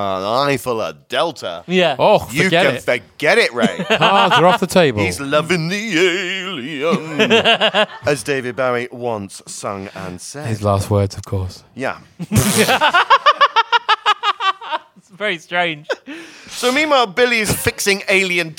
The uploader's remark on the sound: Venture to London to tell a live audience.